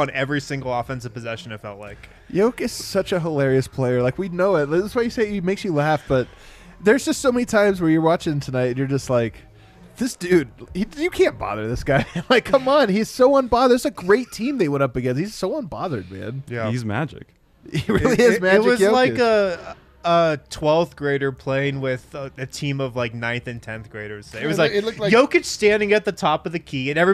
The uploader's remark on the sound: Break down the game live from the Winner's Lounge.